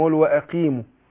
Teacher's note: القاف المكسورة بتاخد أدنى درجات تفخيم